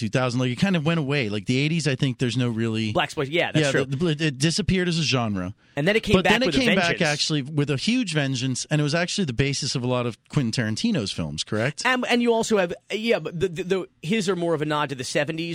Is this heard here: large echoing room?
no